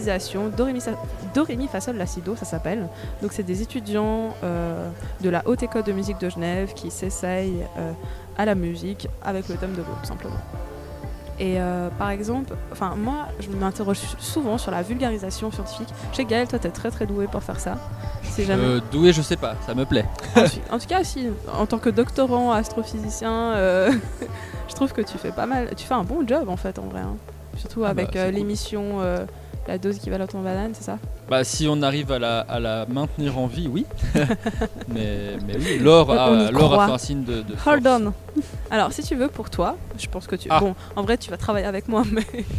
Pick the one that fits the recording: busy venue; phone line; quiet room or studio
busy venue